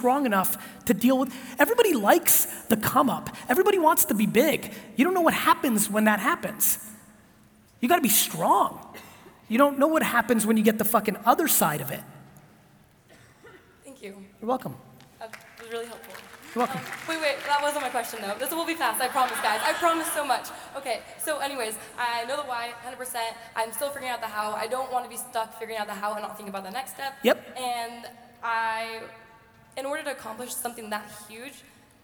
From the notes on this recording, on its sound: keynote and Q&A in Oregon for the Dutch Bros Coffee Leadership event